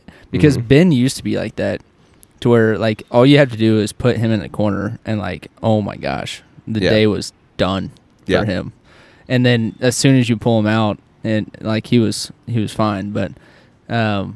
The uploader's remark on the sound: We stepped outside of the studio and did a recording on the back patio sitting around a open flame